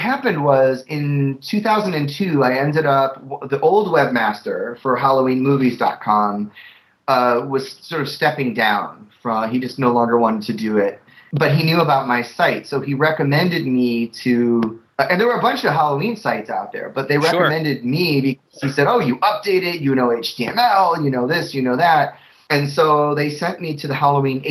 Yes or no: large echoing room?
no